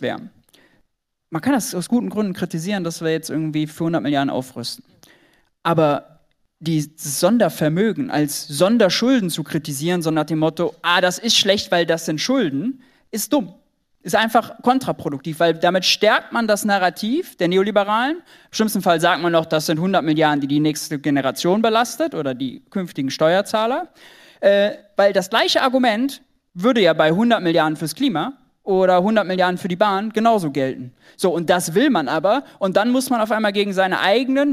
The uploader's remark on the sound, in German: Aufnahme von der Buchvorstellung zu “GENUG!”.